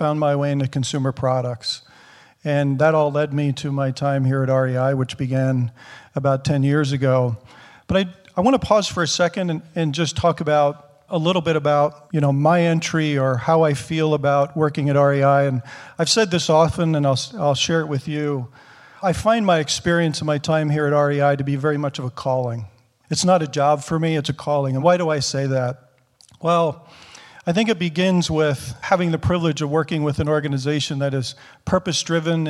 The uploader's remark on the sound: recording of the first live Albers Executive Speaker Series panel in 18 months